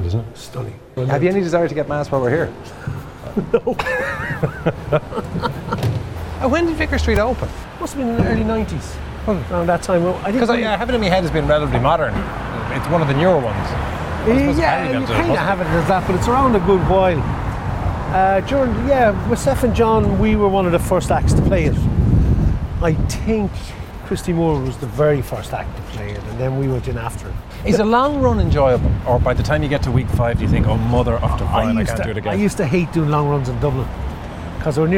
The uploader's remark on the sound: On the road. A chat and a drive through the heart of the Liberties in Dublin City.